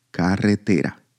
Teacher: the strongest intensity with which we pronounce a syllable within a word, falls on the penultimate syllable, te. If Spanish sounds the way it sounds, it's because it's a language that consists mostly of flat words, at 80%, meaning the tonic syllable is the penultimate syllable. · Term: stressed syllable